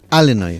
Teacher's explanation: Así que sin pronunciar la S final, Illinois, una vez más, tu apunte de geografía que nos viene muy bien, ¿eh?